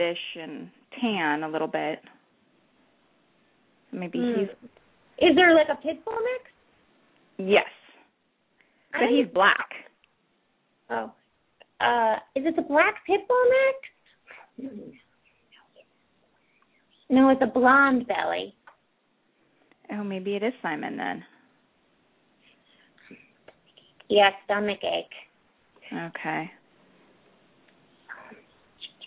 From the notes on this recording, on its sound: open up the lines for listeners to call